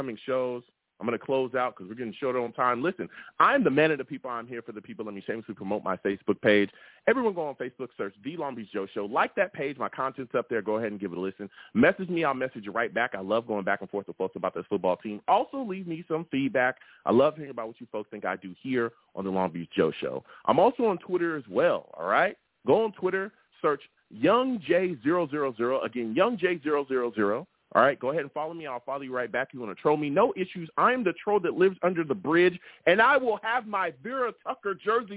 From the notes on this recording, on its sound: I also take live callers!